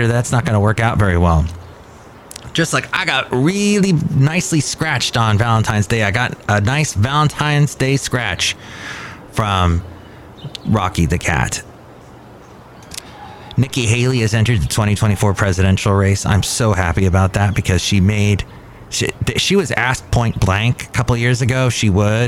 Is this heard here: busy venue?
yes